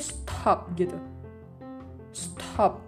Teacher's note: Dia kayak ada kolkolahnya kerasa di tenggorokan, kayak bahasa Arab gitu